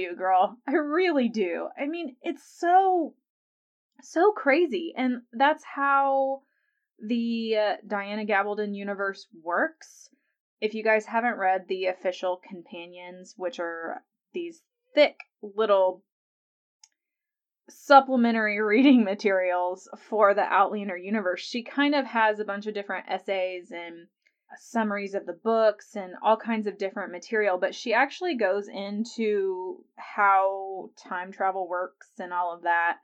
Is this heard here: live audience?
no